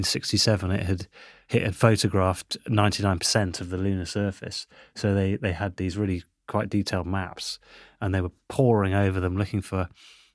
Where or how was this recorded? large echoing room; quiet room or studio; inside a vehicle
quiet room or studio